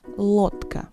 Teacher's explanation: Notice that the consonant D is actually pronounced voiceless, T. Instead of лодка, we'll say лодка.